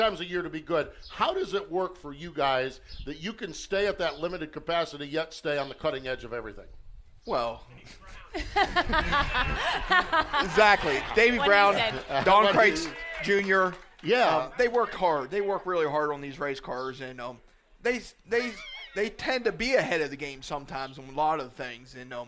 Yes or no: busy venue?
yes